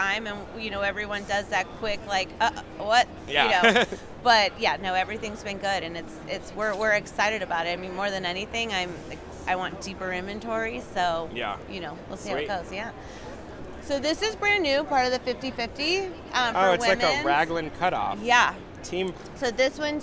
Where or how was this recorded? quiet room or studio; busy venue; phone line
busy venue